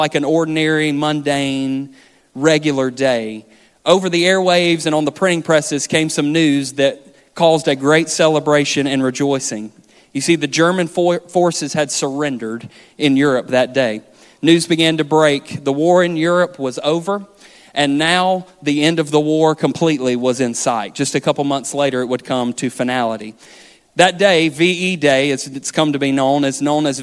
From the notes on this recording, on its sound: This sermon was recorded on December 17th, 2023 at our main campus in Florence, SC